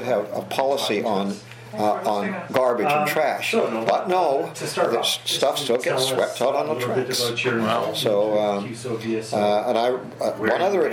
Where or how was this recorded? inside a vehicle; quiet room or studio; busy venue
busy venue